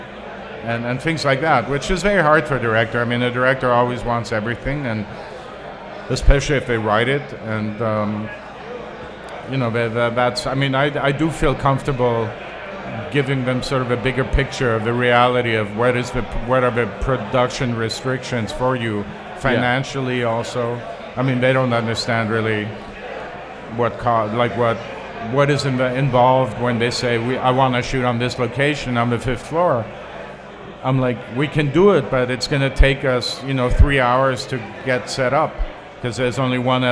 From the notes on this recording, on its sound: LIVE at Hot Rod Cameras “Cine Beer” Summer Bash! In our first ever LIVE podcast.